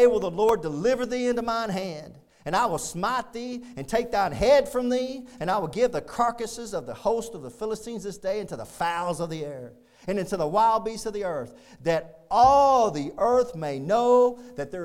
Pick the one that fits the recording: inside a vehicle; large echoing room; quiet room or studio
large echoing room